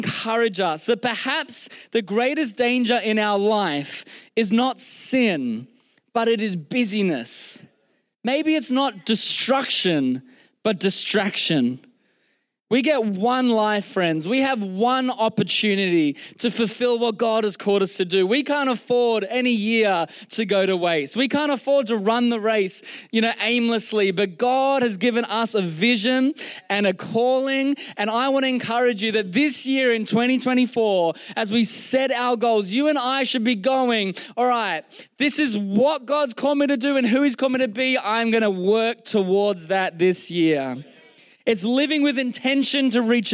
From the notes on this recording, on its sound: Recorded during our Melbourne East service on Sunday, the 28th of January 2024